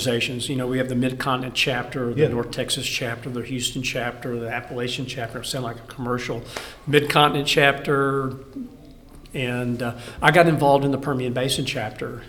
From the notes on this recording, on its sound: The conversation is the first of the special episodes recorded from the GPA Midstream Annual Convention.